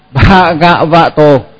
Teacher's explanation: mình ngậm miệng lại rồi mình mới pha pha pha pha pha pha, tức là nó có cái dòng môi rồi mình mới là, nhưng mà trong đó đó là chữ bờ trước rồi mới ha đó.